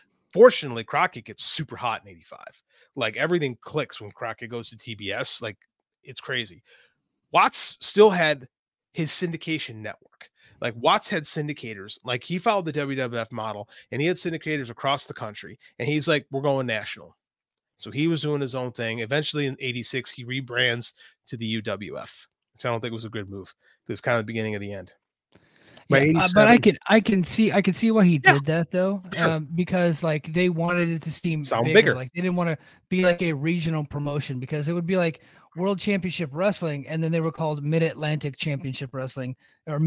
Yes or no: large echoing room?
no